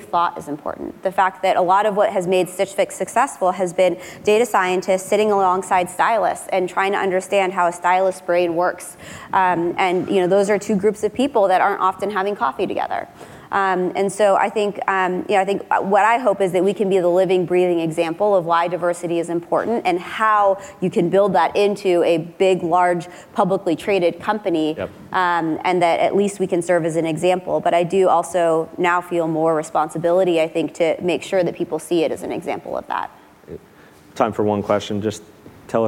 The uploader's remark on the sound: Live at Code 2018. At the 2018 Code Conference.